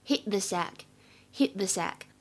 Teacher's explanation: 前面的“他”没有完全读出来，只是轻微地，哎，做了一下口型，很快地过渡到后面的咬舌音上面去了 · Term: 不完全失去爆破 · IPA: [hɪt] [ðə] [sæk]